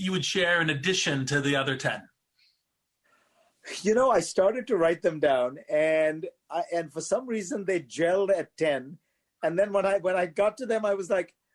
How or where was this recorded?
video call